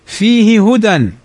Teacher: فالهاء الأولى مكسورة والثانية مضمومة، فهما متحركان وحكمه وجوب الإظهار